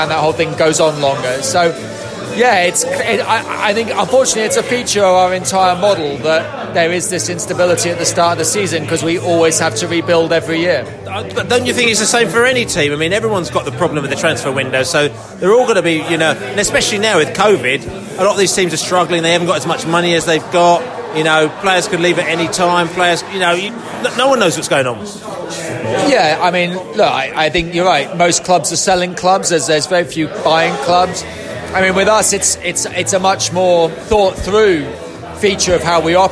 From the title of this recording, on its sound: post-match podcast from the pub